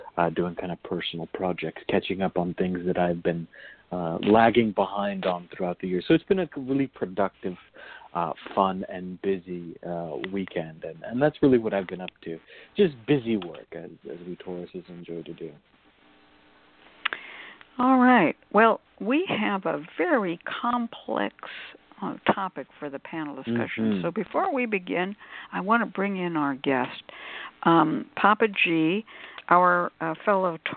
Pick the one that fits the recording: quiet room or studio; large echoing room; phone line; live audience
phone line